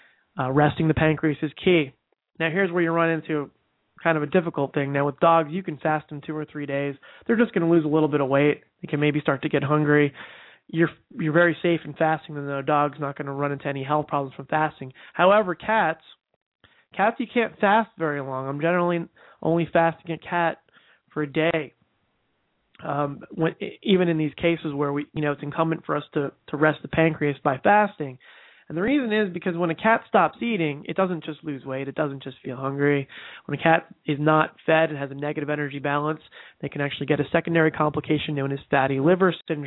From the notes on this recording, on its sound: We also have one e-mail question to address live on the air, and with our new live format, we will be taking live calls as well.